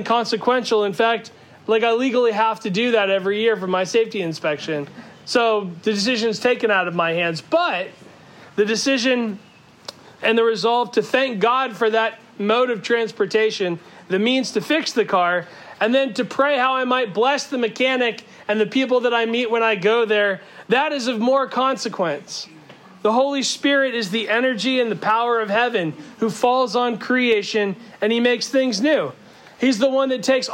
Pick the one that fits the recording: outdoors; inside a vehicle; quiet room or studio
outdoors